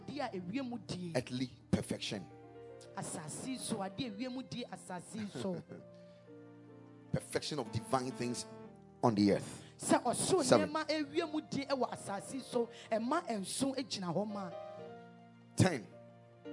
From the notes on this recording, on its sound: Preached at Spirit Expo Conference 2022.